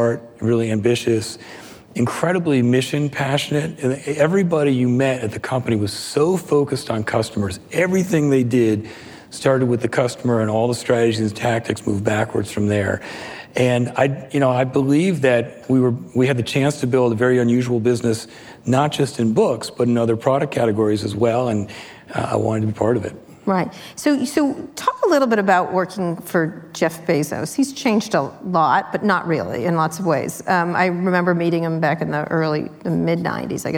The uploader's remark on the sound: Live at Code 2019